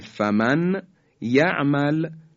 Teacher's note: خب حرف یا، اولین حرف، اگر بعد از نون ساکن حرف یا بیاد، نون ساکن در حرف یا ادغام میشه به این شکل: فمن، در کلمه فمن یعمل میشه فمن یعمل. به ظاهر نون ساکن حذف میشه، حرف بعدی یعنی یا مشدد بیان میشه